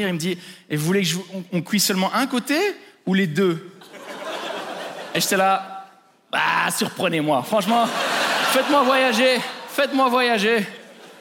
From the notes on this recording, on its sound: Trop de palaces en Suisse (Montreux Comedy Festival 2023).